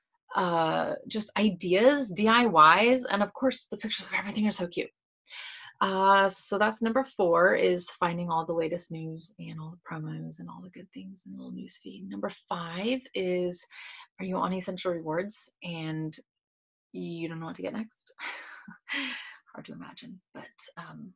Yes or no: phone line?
no